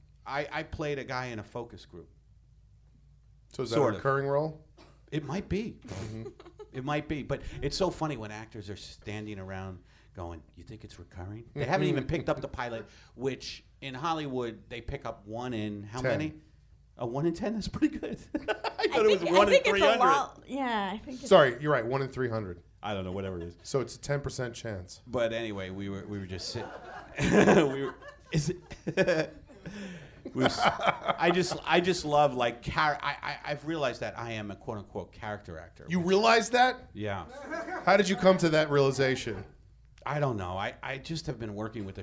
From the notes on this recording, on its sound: Recorded LIVE at The Improv Lab in Los Angeles!